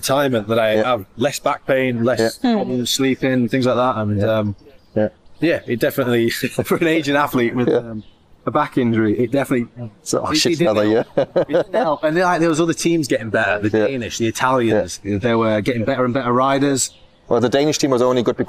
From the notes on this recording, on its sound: Surrounded by sheep at the Chiltern Velo Cycling Cafe. Recorded at the renowned Chiltern Velo cycling cafe. Recorded amidst a lively barbecue at Chiltern Velo, following an epic road ride in the picturesque Chiltern Hills with riders from the Amersham Cycling Club.